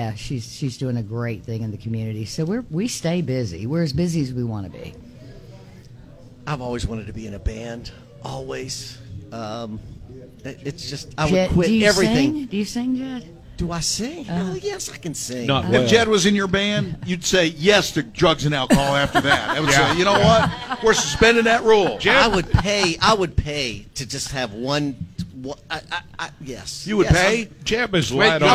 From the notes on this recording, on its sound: the live remote broadcast at Wimpie's